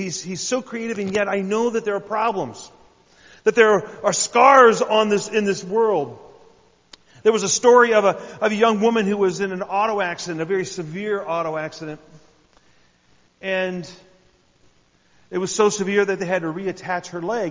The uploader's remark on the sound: I had the privilege of sharing a message at New Life Fellowship in Huntington Indiana.